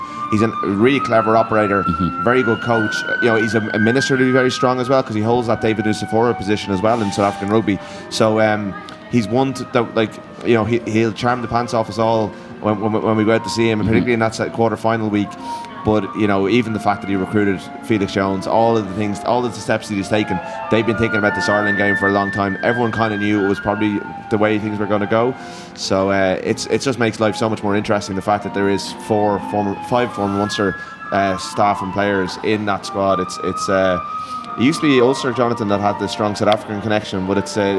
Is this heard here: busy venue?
yes